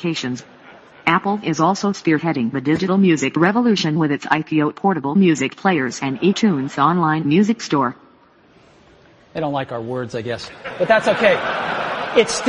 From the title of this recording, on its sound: Live from WWDC 2006